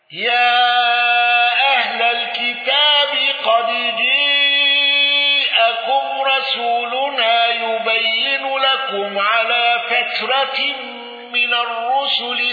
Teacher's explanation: توسط المنفصل وصلة ميم الجمع ولم يندرج معه أحد